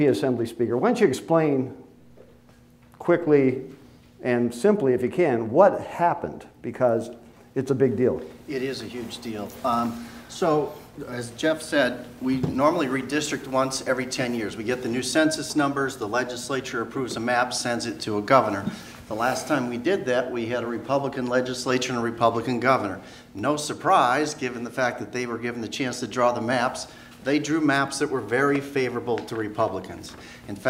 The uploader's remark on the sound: Recorded live before the Wisconsin Bankers Association Annual Capitol Day at Monona Terrace, Madison, Wis.